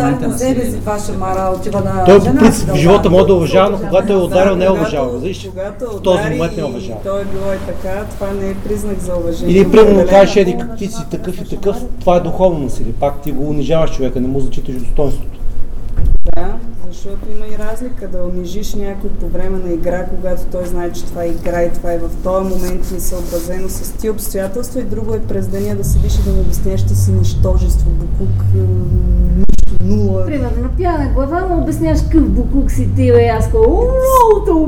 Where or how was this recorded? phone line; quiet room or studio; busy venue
busy venue